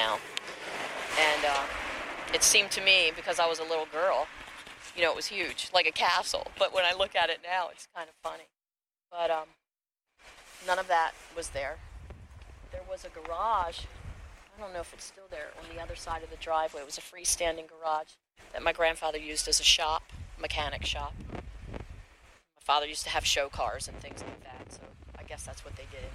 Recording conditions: outdoors